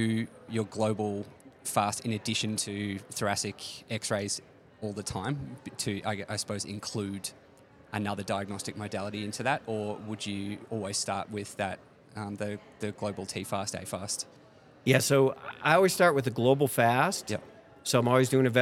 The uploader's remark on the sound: IVECCS '23 Day 1 Live Podcast Highlights. We’ll post a short highlights reel every day from our conversations with the amazing speakers at IVECCS '23.